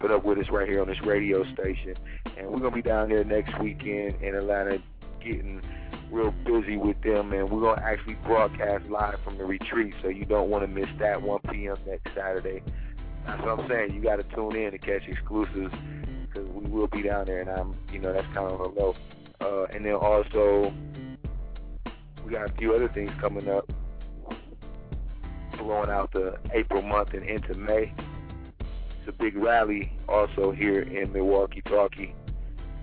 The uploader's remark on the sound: Call in show! Chat show!